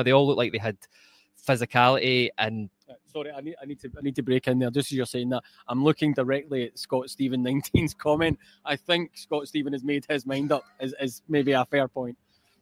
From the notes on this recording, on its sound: live from Ibrox